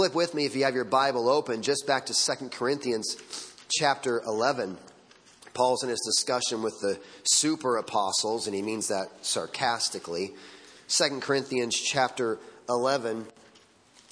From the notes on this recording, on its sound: Sunday Morning Sermon Audio